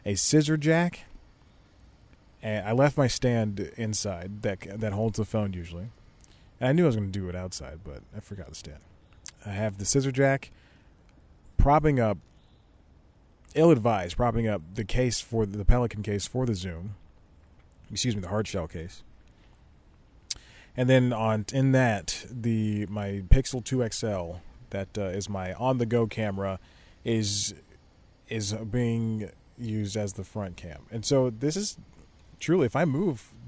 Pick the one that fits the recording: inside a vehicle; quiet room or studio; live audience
inside a vehicle